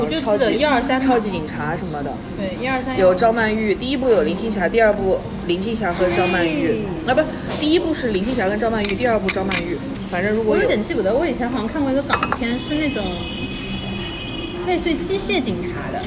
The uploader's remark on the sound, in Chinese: 每次录制基本都是在餐厅吃饭，没有条件升级录音设备。本次录制花费：… 大概300来块吧。